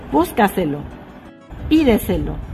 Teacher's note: El acento recae en la sílaba anterior de la antepenúltima sílaba de la palabra. Llevan tilde siempre. · Term: palabras sobre esdrújulas